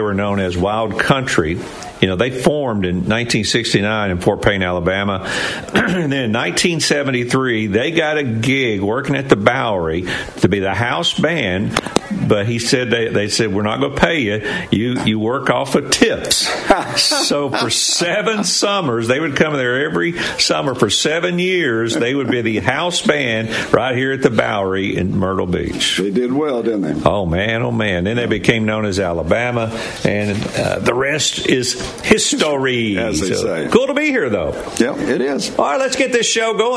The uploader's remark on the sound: LIVE from The Bowery in Myrtle Beach